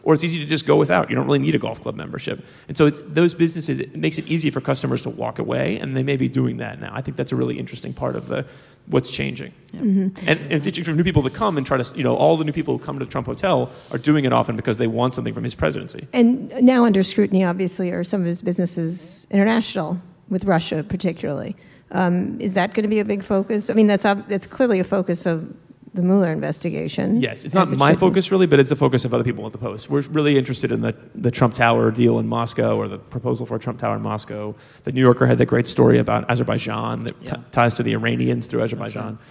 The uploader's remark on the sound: at the 2017 Texas Tribune Festival in Austin